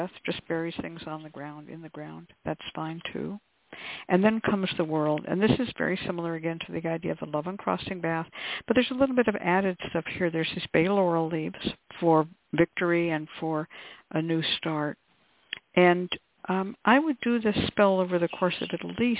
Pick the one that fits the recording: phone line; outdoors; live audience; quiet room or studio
phone line